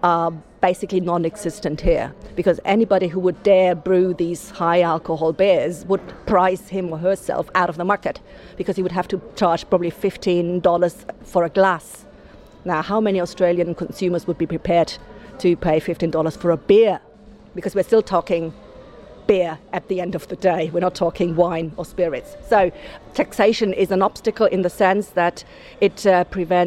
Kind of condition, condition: setting, busy venue